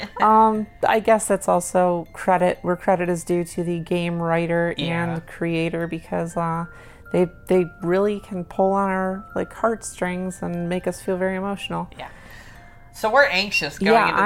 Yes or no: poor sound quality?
no